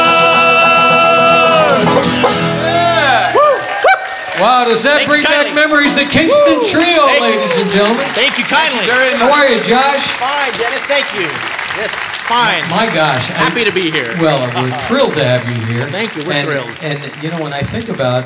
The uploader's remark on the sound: Live at the SouthPoint